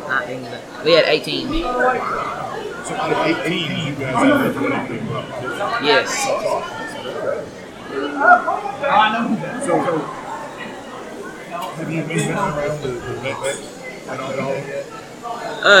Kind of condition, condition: setting, busy venue